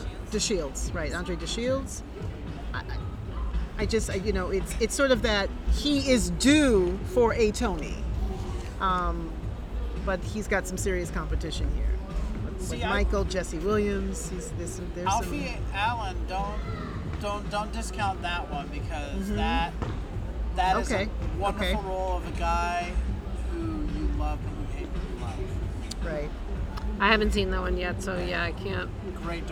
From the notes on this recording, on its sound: LIVE from the streets of Brooklyn